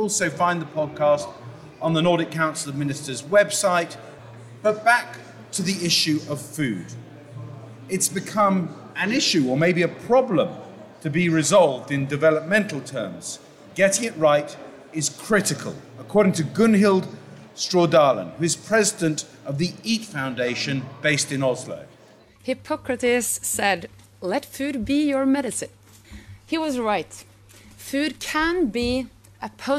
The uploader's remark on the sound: The podcast is taped live in front of an audience at the Nordic Pavilion at COP24 in Katowice, Poland.